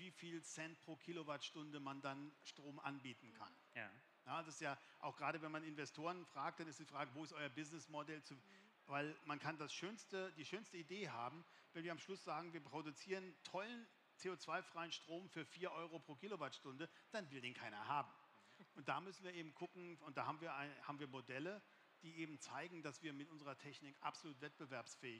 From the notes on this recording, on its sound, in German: LIVE Podcast auf dem InnoDay der TU Darmstadt